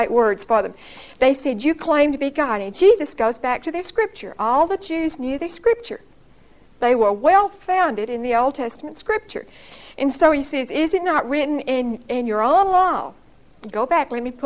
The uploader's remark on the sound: Recorded 8/26/1975 at Whitesburg Baptist Church.